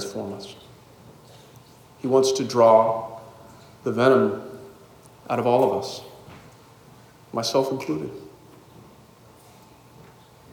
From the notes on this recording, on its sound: Delivered at the Good Friday Passion Service, Christ the King Classical School